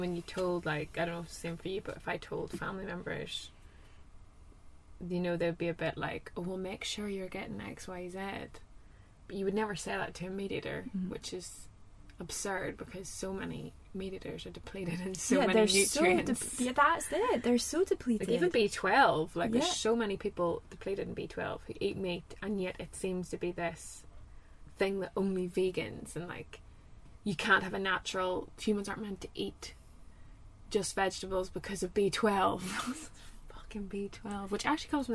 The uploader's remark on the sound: Recorded in a van in Málaga.